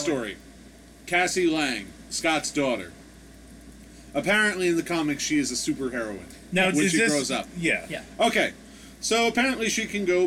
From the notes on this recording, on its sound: Forgive the audio background noise, we need air conditioning in this furnace of a climate.